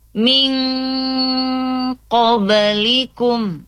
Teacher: Nun mati bertemu dengan huruf qaf, ya. Jadi dibaca samar, ya. Bersiap menyebut huruf qaf. · Term: ikhfa hakiki